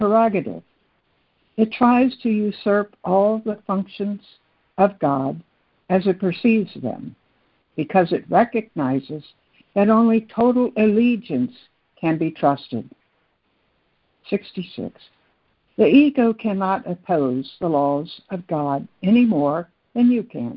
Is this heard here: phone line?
yes